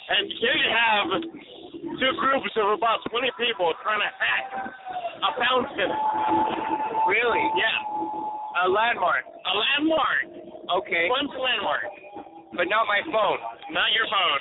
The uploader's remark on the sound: Broadcasting live from the Old Towne Pub in Pasadena! It's Rockabilly night.